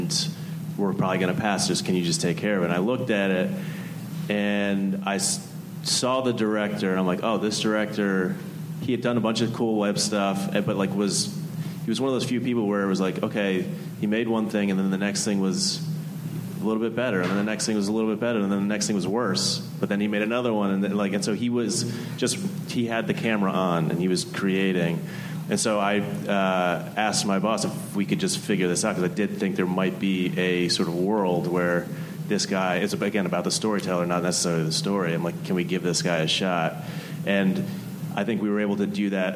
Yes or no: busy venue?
yes